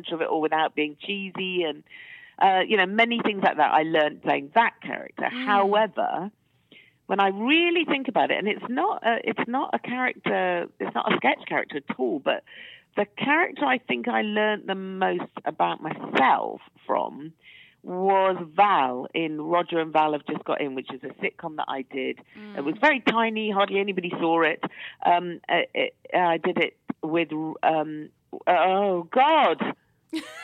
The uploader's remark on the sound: joins us on the phone